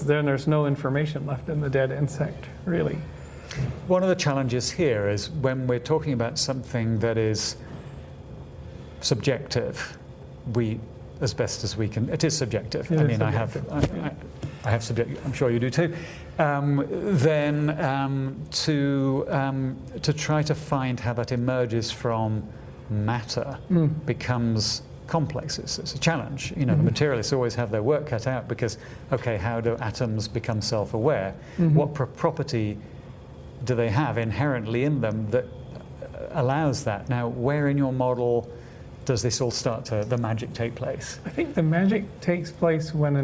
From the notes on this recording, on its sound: Talks from the June 2017 Science of Consciousness Conference in La Jolla, California. Consciousness Central (recording and cover photo).